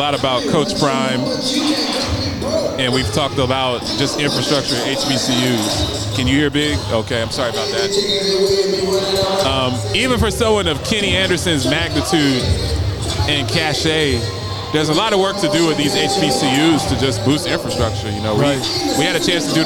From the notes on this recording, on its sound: LIVE from Fisk University before the Oakwood Ambassadors game.